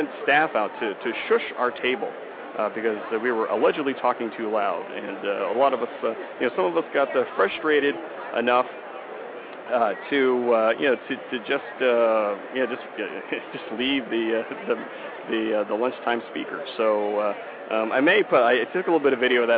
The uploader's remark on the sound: I will be having a live broadcast from the Exhibit Floor right from the BlogTalkRadio booth 329. In Las Vegas.